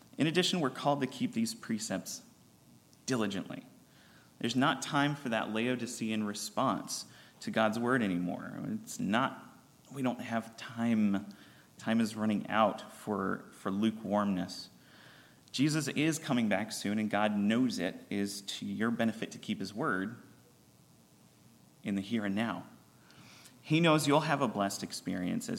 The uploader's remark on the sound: recorded on October 14, 2023, at Ringgold Seventh-day Adventist Church.